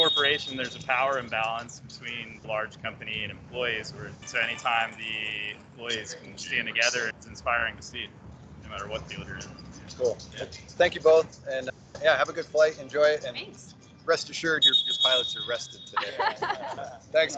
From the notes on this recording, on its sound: "Live" from the Picketing Line. Records "live" from the informational picketing line at the Atlanta Airport. Short interviews with pilots describing why they are participating in the picket and a unique interview with supportive travelers.